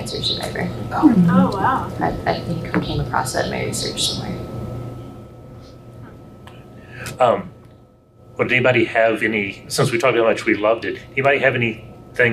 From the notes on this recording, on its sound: served as a panelist for the Superman & Lois Season 3 panel at Dragon Con